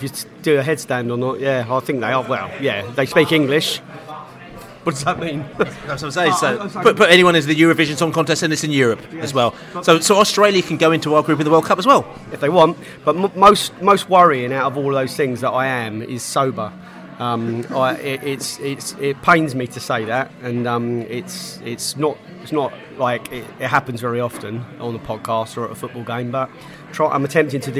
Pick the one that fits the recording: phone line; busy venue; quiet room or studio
busy venue